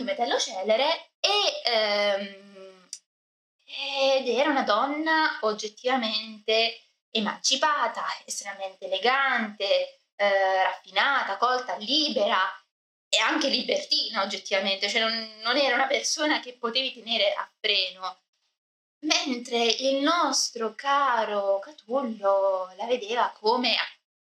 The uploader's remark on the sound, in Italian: scusate l'audio non al meglio ma ci sono stati problemi al mic